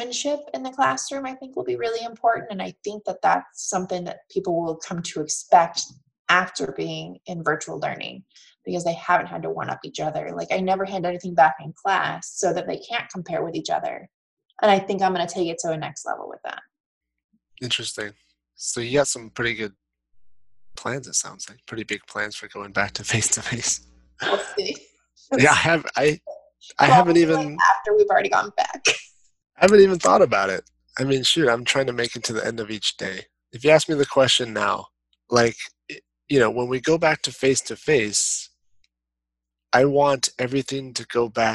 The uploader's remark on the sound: via Zoom